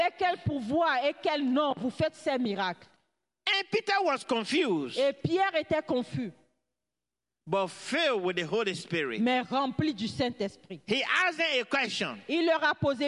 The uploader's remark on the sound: Praise and Worship Service